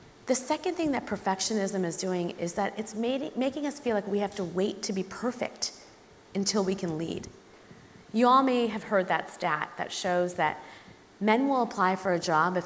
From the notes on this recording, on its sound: Recorded live at the Tabernacle in London's Notting Hill on 11th March 2019.